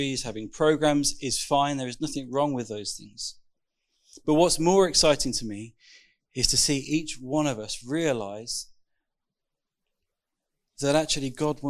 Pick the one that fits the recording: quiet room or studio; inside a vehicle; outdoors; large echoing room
large echoing room